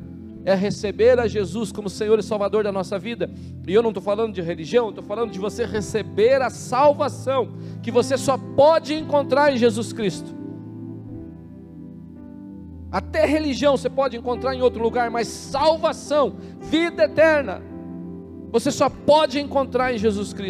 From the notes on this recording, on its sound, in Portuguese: na Igreja ABA Curitiba (Transmitido ao vivo)